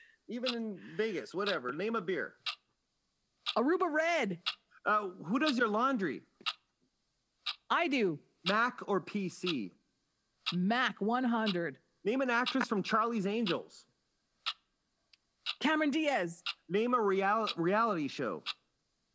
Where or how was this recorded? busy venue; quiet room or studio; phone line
phone line